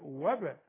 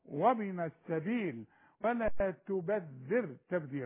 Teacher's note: اقفل شفايفي وافتحها على طول تحصل قلقله الباء